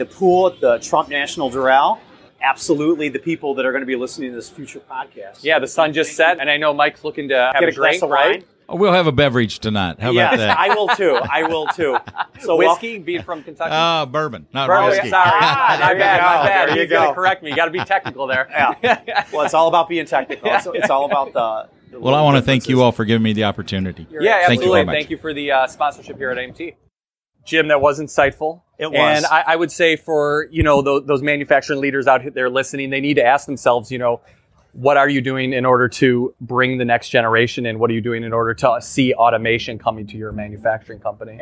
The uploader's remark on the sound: Recorded live at a recent conference. Live podcast recording.